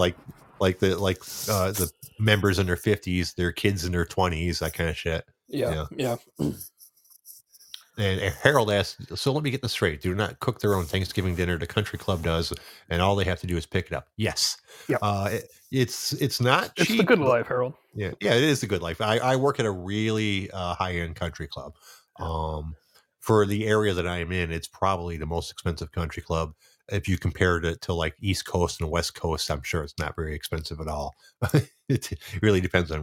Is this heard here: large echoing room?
no